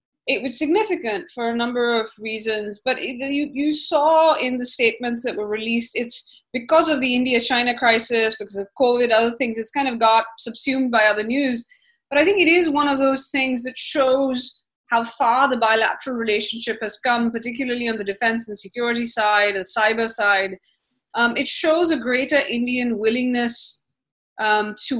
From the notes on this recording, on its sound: A live podcast recording of the Asia Rising podcast via zoom.